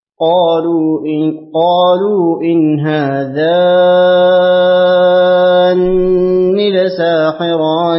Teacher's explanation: أن يقرأ ابن كثير بتثقيل النون في لفظ هذان مع المد المشبع، فتعين للباقين القراءة بتخفيف النون هذان.